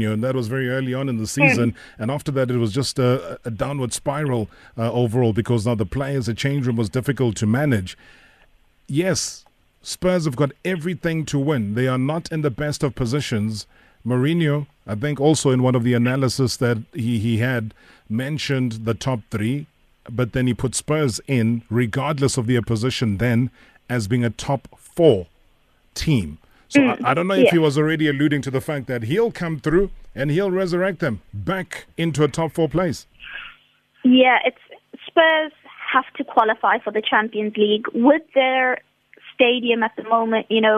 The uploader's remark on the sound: We are joined on the line